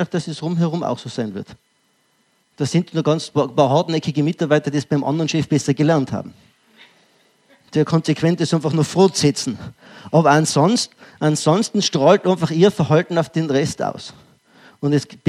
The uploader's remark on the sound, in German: Ausschnitt aus dem ÖGWT-Vortrag "Wirksame Mitarbeiterführung". LIVE.